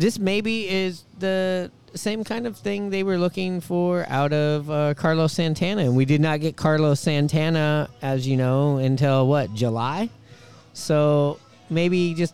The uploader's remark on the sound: Recored on location at the Cabin bar and grill in Richmond Beach!